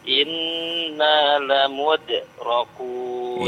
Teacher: Lamudrakun, huruf dal qalqalah ya.